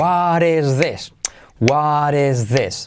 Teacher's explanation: La T de what se convierte en re suave, what is. La I como E de es, no i, sino es, y luego this, lo mismo, TH semiclave y como E.